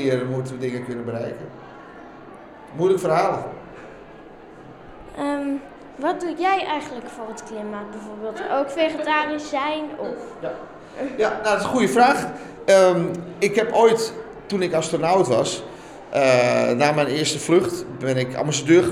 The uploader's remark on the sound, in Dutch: Zijn we te gast op het Duurzaamheidsfestival van Breda waar we de opening verzorgen met een ludieke quiz. Daarna doen we een rondje en vragen we de bezoekers uit binnen en buitenland wat ze van ons plastic escape room concept vinden.